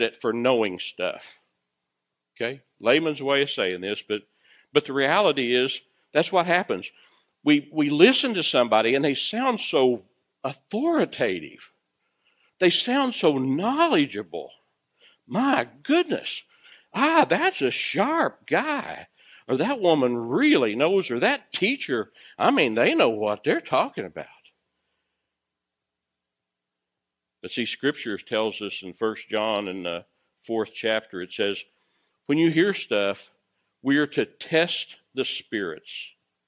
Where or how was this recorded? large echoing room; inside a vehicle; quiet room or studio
large echoing room